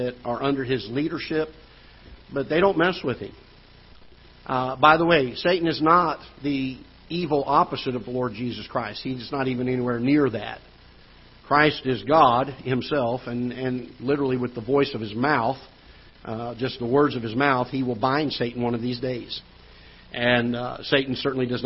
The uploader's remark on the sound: Ketha Heights Baptist Church ~ Live Broadcast.